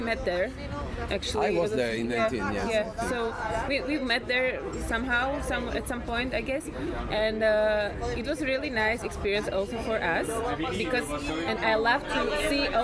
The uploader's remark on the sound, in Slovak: Cesta za Festivalom Concertando 2023 do Ríma – reportáž. Budete počuť aj autentické ukážky z koncertov. Podcast je v slovenčine a tiež v angličtine.